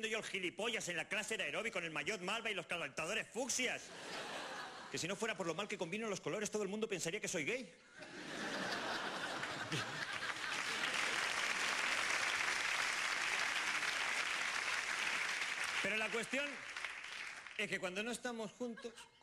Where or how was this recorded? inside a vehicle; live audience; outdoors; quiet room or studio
live audience